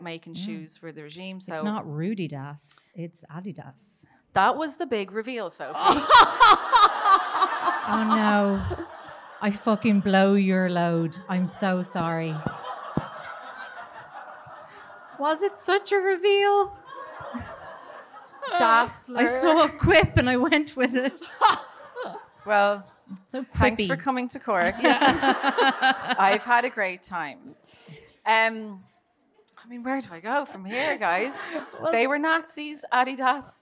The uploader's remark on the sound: LIVE IN CORK an abridged version. We had an absolute blast in Cork THANK YOU to the lovely people that joined us.